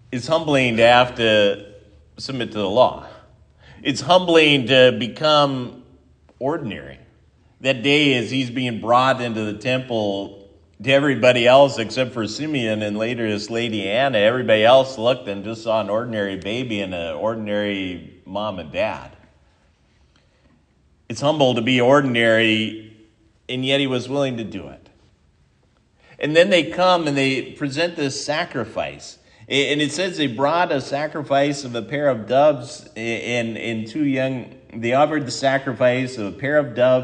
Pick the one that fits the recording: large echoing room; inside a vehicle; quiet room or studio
large echoing room